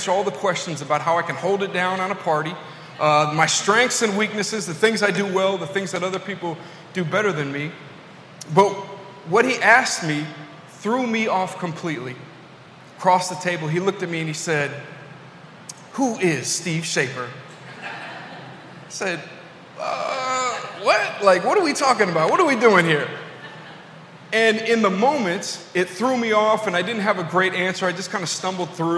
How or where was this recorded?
large echoing room